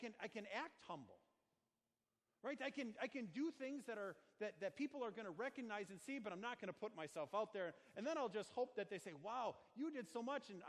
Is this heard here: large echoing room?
yes